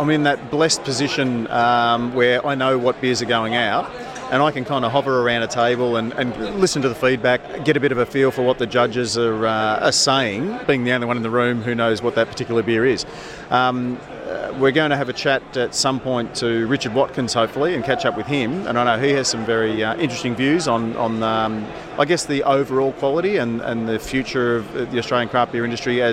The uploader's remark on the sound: Report from Independent Brewers Association Conference in Adelaide. Report from Independent Brewers Association Conference in Adelaide.